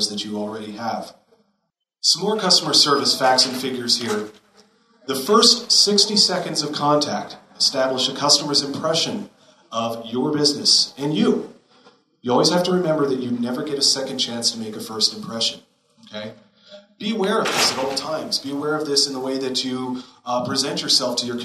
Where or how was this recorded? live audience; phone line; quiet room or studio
live audience